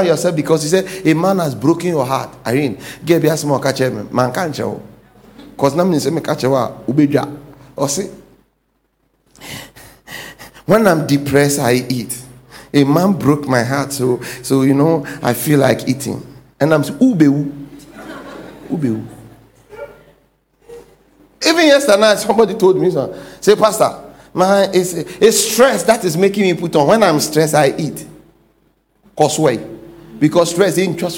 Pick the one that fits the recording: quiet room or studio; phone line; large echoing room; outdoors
large echoing room